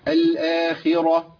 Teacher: تفخيم الراء والخاء تبقى ضعيفة والهاء مرققة اللي هي التاء المربوطة في الوصل أو هقف عليها بالهاء، في الحالتين مرققة لأن الهاء مرققة والتاء مرققة.